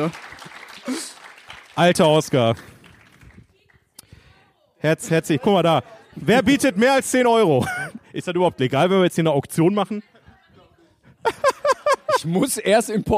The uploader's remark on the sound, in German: Die Kino-Events sind zurück! Nach langer Pause ENDLICH wieder LIVE aus dem Metropolis-Kino in Bochum.